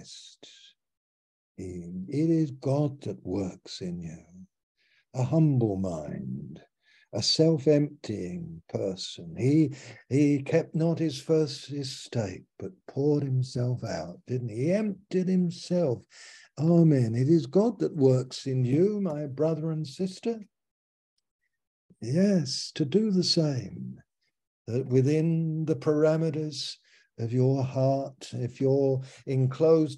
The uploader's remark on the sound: Malaysia Meets (Zoom)